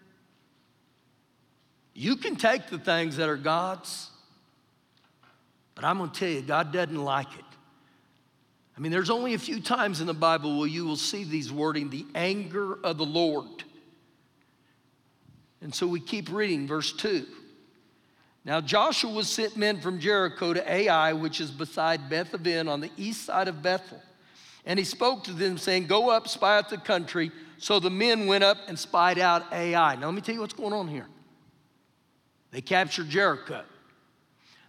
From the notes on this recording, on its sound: Recorded live during our Wednesday night service